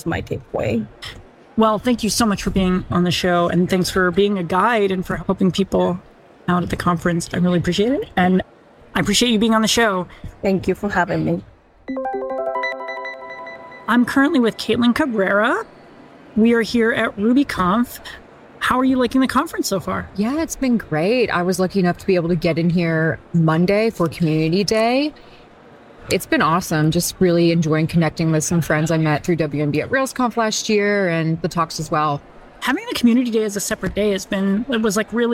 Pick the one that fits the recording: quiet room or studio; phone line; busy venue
busy venue